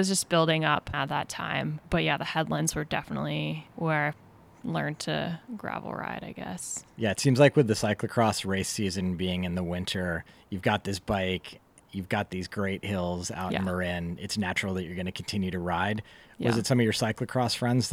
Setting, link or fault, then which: setting, outdoors